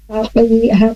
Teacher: Hakim, tapi hakim letaknya di lebih ke arah mulut ya, kapnya dari lidah pangkal lebih ke arah mulut di bawah kop · Term: kaf